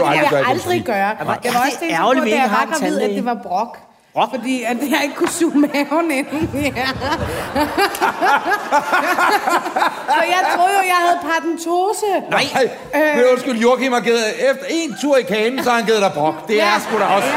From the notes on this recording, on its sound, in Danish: Dette afsnit 49 er optaget på Podcast Festivalen i København.